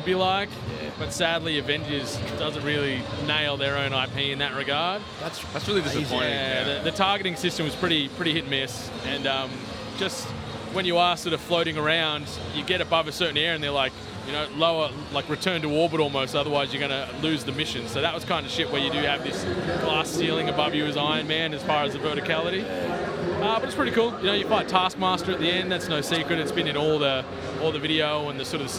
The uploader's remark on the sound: Live from PAX 2019. Coming at you live from the PAX show floor.